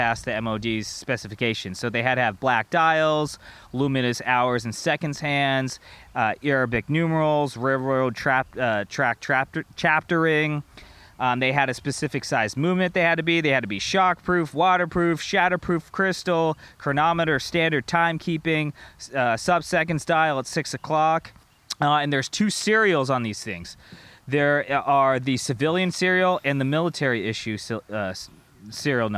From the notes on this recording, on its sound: Decide to go camping. While getting caught in a hailstorm the evening. Surviving a hailstorm in a tent. In the middle of a the storm.